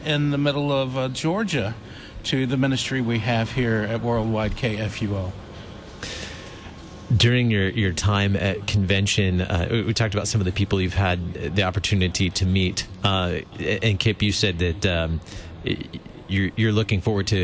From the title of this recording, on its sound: Live from Convention #JoyfullyLutheran